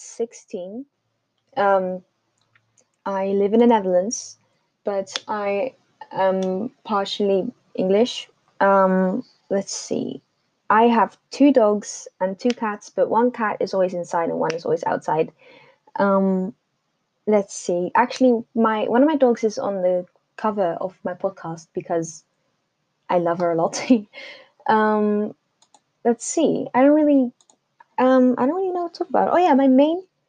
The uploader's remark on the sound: I'll use an actual microphone next time